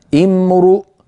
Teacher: لاحظوا بأن الراء ضمت لأن الهمزة بعدها مضمومة